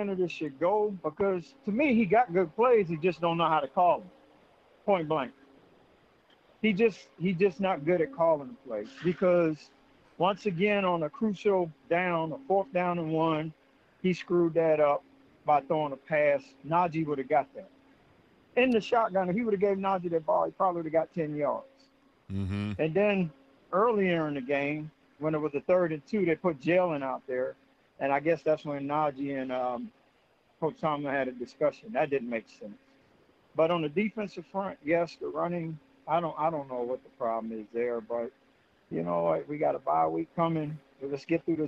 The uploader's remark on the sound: open the phone lines to get to your questions, comments, concerns, and reactions